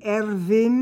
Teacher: where the W becomes a V